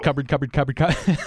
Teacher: The P and the B basically are similar enough in sound that it merges and it becomes one.